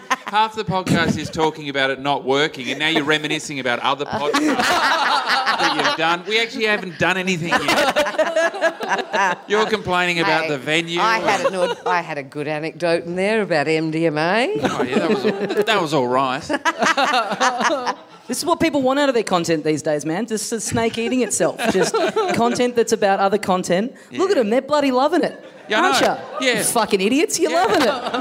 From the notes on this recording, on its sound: Recorded LIVE at The Producer's Bar in Adelaide.